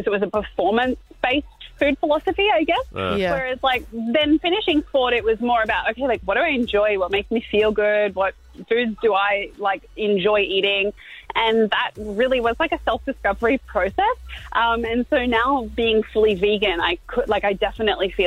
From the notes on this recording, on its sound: Today we played back the phone call with who we believe is an Irish Scammer… but to be allowed to play it we had to recreate the call, and that’s exactly what we did!